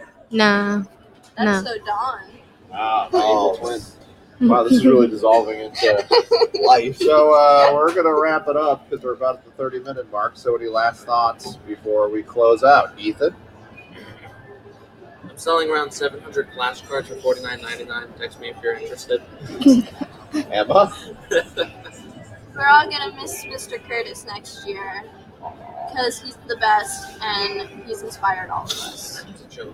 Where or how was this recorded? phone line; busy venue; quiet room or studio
busy venue